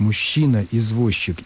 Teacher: В слове «извозчик» корень «воз» и суффикс «чик». Вот на стыке корня и суффикса из-за соседства «ж» и «ч», «з» и «ч», ну и другие бывают случаи, действительно произносится «щ»